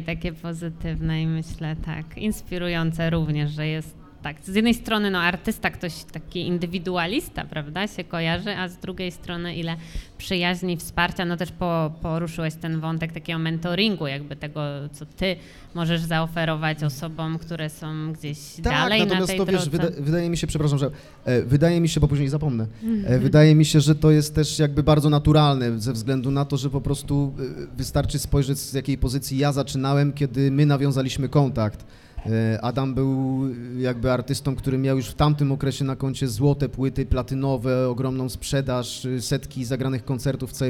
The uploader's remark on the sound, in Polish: W czwartek 15 grudnia w Obiecana Cafe